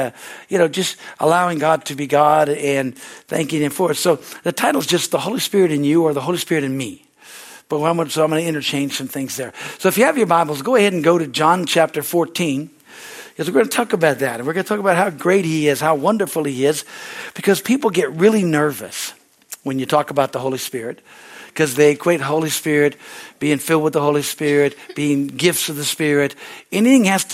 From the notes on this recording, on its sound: From the Wednesday service on May 3, 2023 at Harvest Bible Church in Stockton, CA.